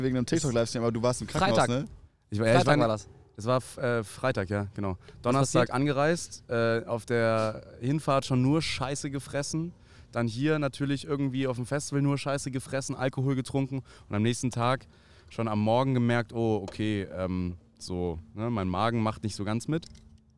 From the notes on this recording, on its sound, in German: Wir sind auf dem Deichbrand Festival auf dem Campingplatz.